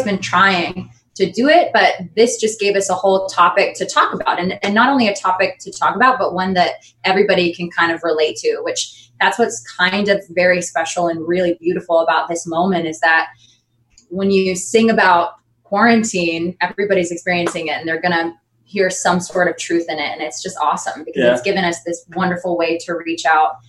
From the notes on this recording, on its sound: joined me via Zoom